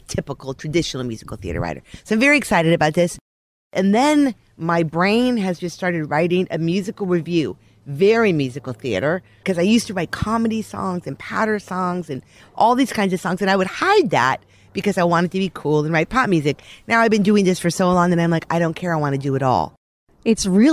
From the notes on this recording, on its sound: Recorded in her backyard garden